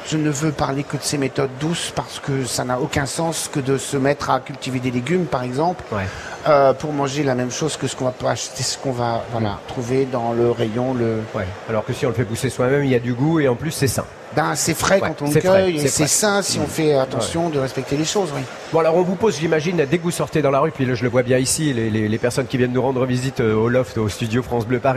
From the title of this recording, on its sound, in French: en direct de la Foire de Paris